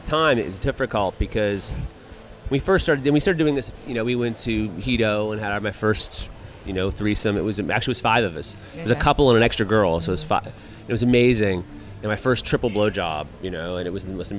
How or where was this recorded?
busy venue